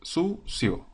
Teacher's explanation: Sucio se compone de dos sílabas, sucio. El diptongo se produce con la vocal cerrada I y la vocal abierta O. · Está formado por una vocal cerrada en primer lugar y una vocal abierta en segundo lugar. · Term: diptongo creciente